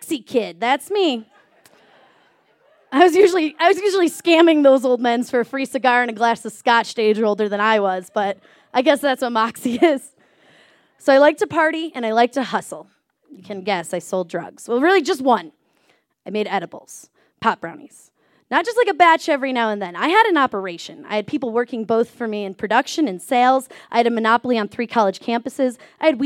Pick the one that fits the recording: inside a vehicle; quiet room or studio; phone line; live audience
live audience